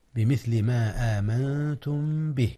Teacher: أما الإخفاء في النون قبل التاء لأن التاء من حروف الإخفاء